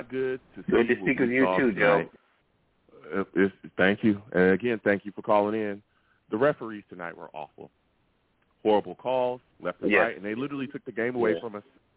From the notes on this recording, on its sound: Tonight, live after the Sunday night game we sat down and discussed the Jets loss to the Chiefs! I take live calls!